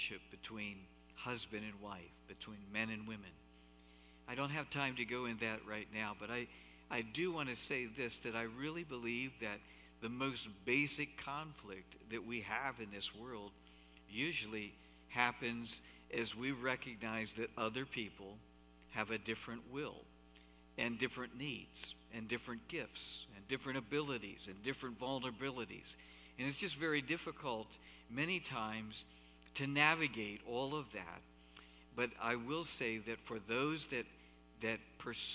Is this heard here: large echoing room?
yes